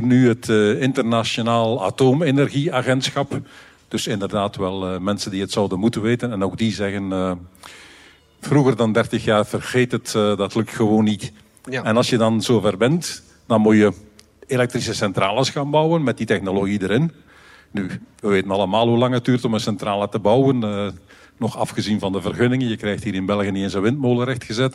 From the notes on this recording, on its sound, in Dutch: Bits&Atomen’ stond vorig weekend live op Nerdland. Dit is de captatie van dat optreden.